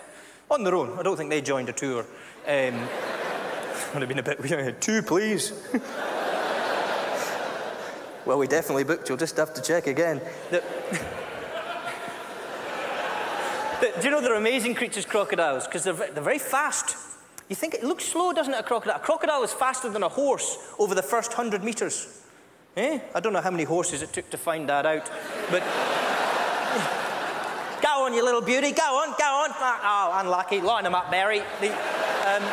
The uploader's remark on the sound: This Scottish-Indian comedian is massively popular with the JFL crowd! Performs at the 2007 Just for Laughs Festival in Montreal.